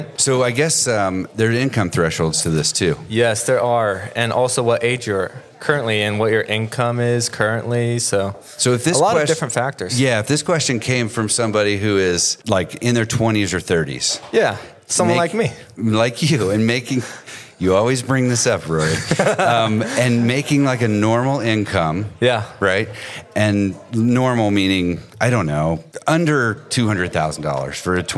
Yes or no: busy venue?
yes